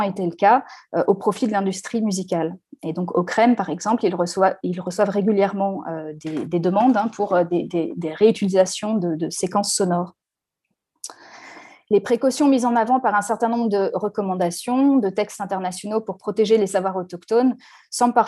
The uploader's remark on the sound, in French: Enregistré sur Zoom le 4 février 2021.